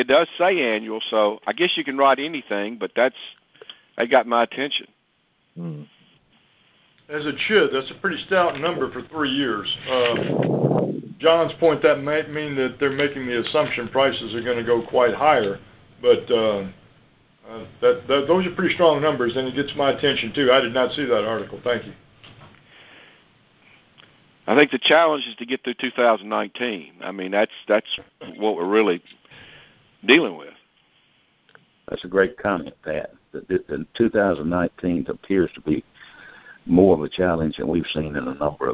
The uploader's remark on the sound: Monthly Conference Call